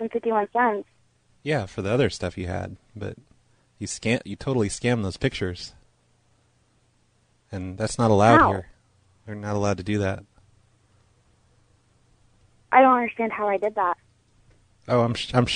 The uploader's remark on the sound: …'s Personal Prank Phone Calls Collection.